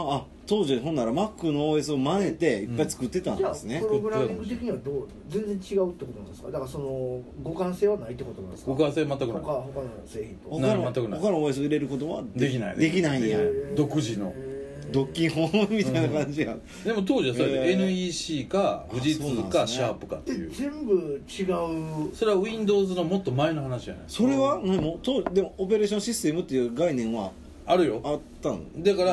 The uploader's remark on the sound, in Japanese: RECORD(お店)より